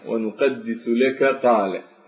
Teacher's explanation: فالإدغام بين حرف الكاف من لك وحرف القاف من قال ونقدس لك قال، هذا الإدغام الكبير في بين هذين الحرفين، وقد